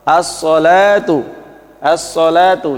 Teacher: Jadi alnya, lamnya tidak dibaca, langsung dimasukkan. As-salatu, as-salatu, lamnya tidak dibaca, langsung as-salatu. · Term: idgham syamsiah